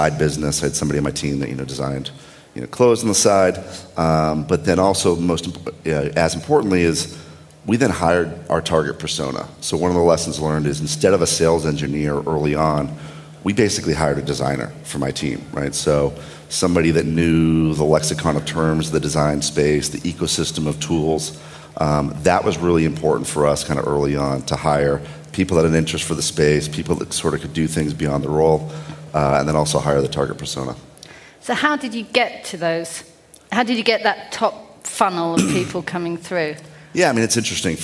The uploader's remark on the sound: a panel discussion held at SaaStock 16